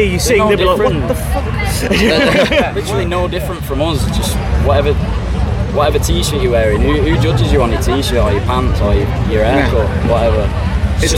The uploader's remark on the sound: Live from Bloodstock Festival 2022. Unfortunately due to technical issues because of the intense heat at Bloodstock this interview cut off just short of the end.